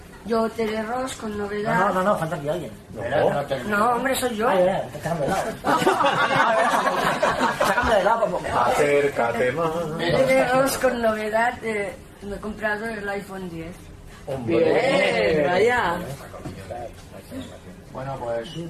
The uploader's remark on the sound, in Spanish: Esta vez os traemos un audio con respuestas a diversas preguntas de los asistentes a la reunión.